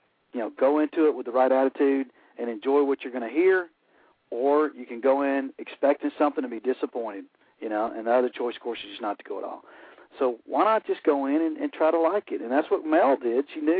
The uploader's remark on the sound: your phone calls